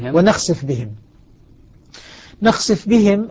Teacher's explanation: يدغم الفاء في الباء · Term: إدغام الفاء بالباء